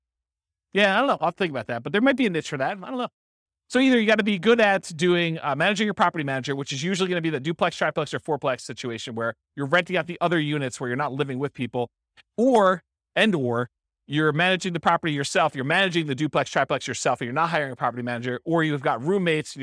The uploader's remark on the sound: This was a live class recorded